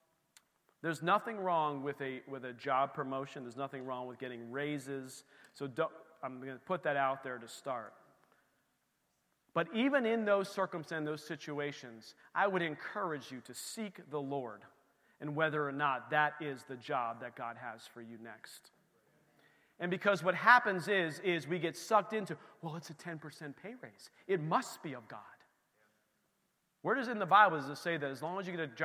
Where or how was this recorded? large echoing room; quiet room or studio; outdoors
large echoing room